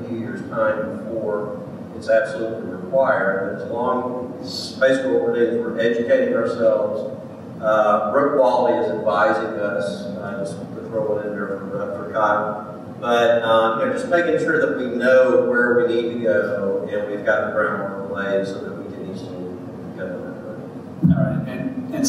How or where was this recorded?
live audience